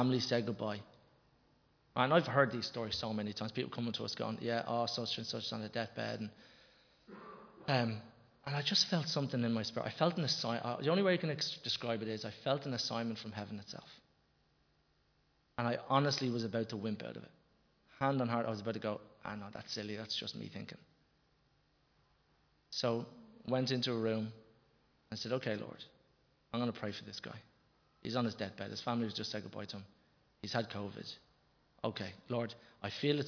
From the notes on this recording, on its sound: Recorded live in Liberty Church on 10 October 2021